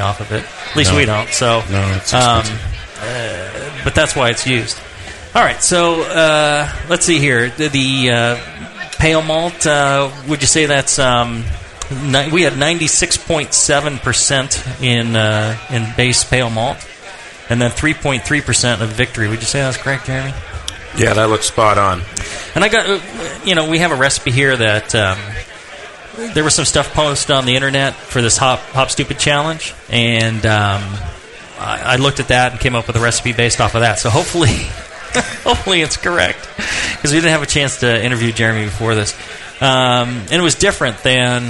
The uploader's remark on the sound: Live from the 2012 National Homebrewers Conference in Seattle, WA. In front of the live audience.